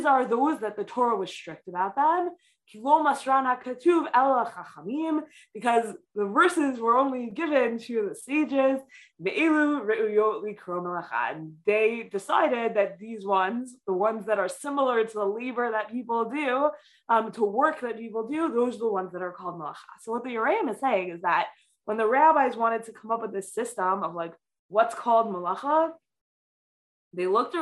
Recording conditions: video call